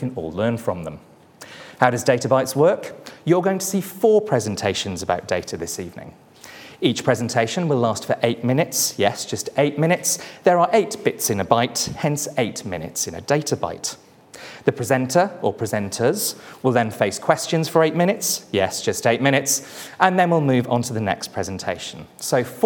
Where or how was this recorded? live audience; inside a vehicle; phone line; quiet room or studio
live audience